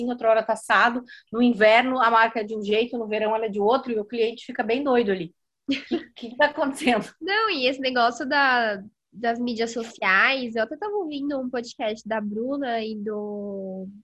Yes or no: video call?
yes